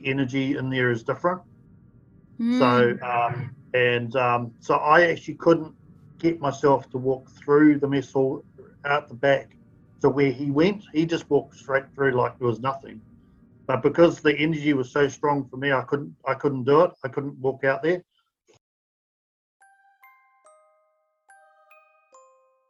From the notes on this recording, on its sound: Due to the pandemic episodes are recorded via Zoom so the sound quality may not be of the highest standard.